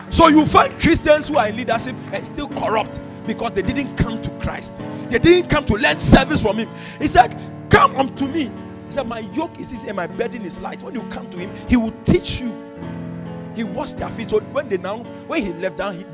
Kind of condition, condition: setting, large echoing room